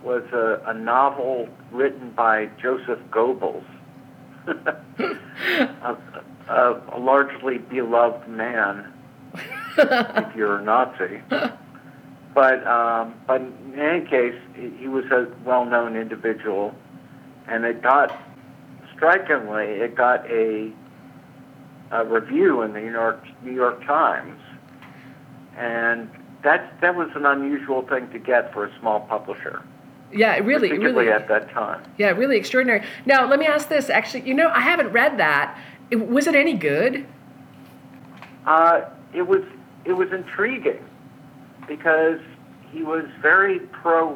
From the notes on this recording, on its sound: recorded this phone conversation in February of 2018